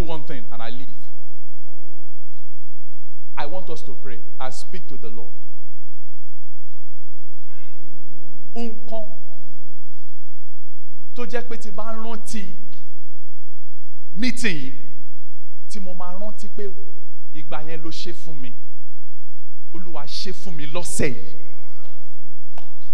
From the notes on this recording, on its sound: Birthday Thanksgiving & Prophetic Service. Covenant Champions Global Assembly LIVE Service.